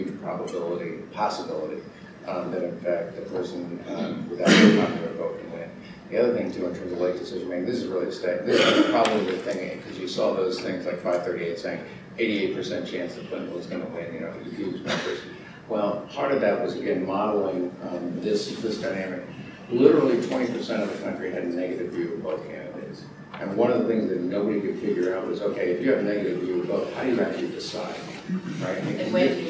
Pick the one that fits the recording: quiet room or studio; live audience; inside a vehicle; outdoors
live audience